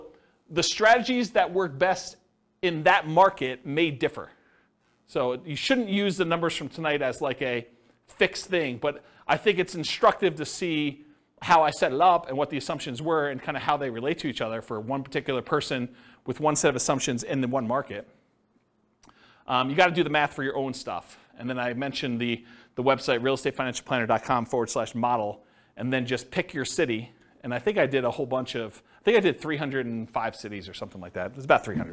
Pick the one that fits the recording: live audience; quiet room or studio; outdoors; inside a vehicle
live audience